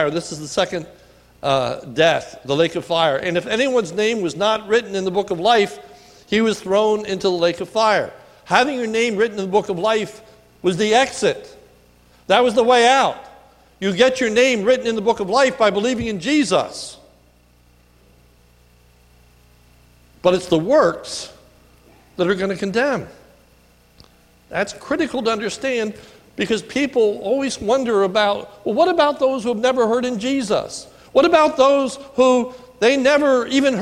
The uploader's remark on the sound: sermon recorded at the Lebanon Bible Fellowship Church in Lebanon, PA on 10/07/2018 during the morning service